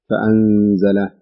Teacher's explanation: النون الساكنة إذا تابع بعد حرف الزاي، والزاي من حروف الإخفاء، يكون هناك غنة لمقدار حركتين